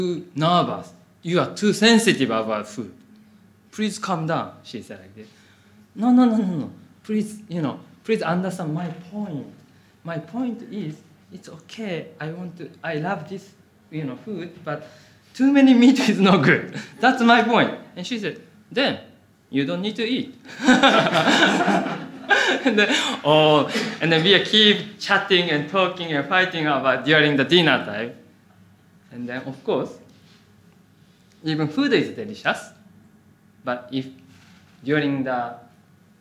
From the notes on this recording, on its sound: Audio from a sermon in Hatch End